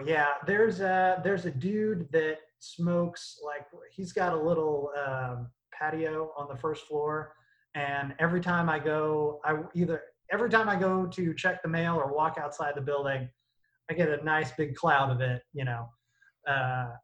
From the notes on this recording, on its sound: Recorded via Zoom